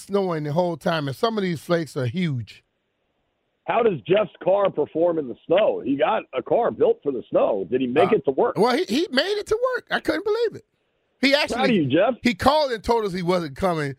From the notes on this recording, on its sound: Calls In Live From The Slopes.